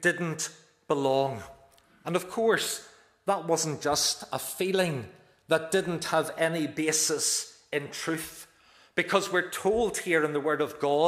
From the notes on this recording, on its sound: This is the recording of the Bible reading and sermon from our evening service on Sunday 21st May 2023.